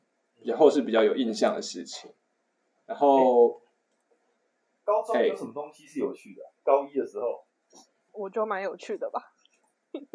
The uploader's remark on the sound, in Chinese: 從拙劣的音質中嘗試萌芽成長!因為採用遠端錄音和極度拙劣的剪輯能力，請大家多包容音質和音量上的問題。